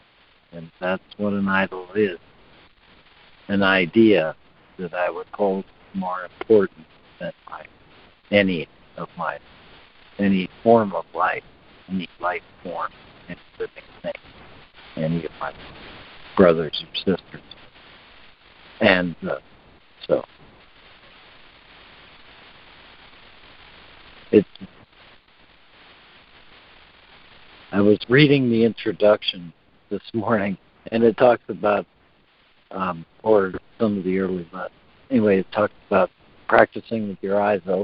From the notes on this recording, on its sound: ACIM Daily Conference Call.